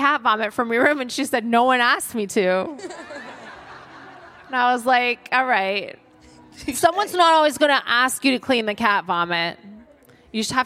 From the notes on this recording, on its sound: Live at Latitude. Recorded in front of a live audience at Latitude festival.